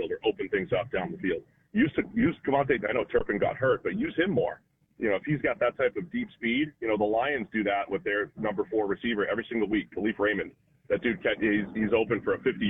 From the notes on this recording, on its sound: Joins the show on the Farm Bureau guest line talking everything NFL live in the BankPlus Studio.